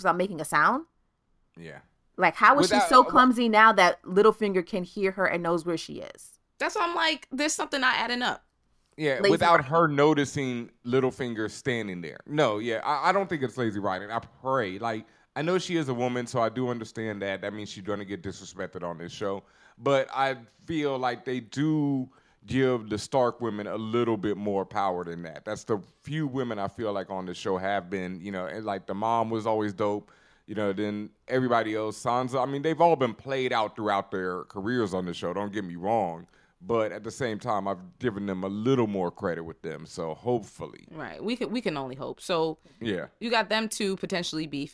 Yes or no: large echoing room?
no